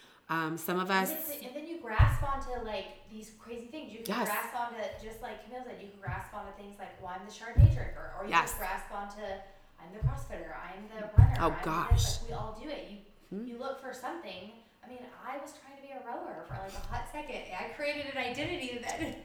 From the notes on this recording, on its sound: This episode does have some pretty severe technical difficulty.